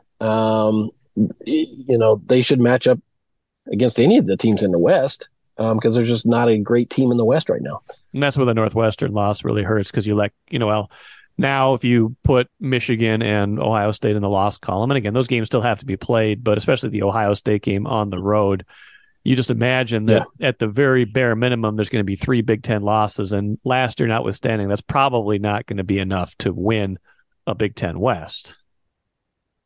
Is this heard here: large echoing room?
no